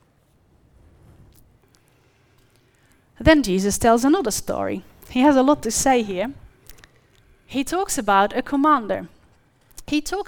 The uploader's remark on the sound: The live stream of Destiny Church Atherton.